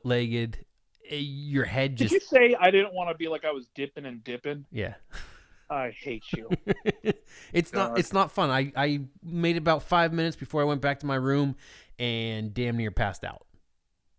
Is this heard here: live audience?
no